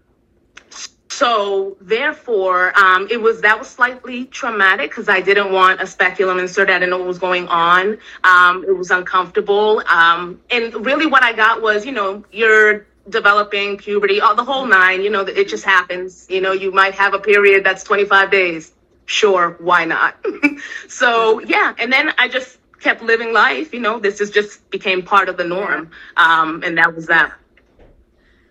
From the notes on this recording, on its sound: IG Live Interview